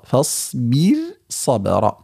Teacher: وهنا الراء مرققة ولا اعتبار للحرف المفخم الذي بعدها لأنه منفصل عنها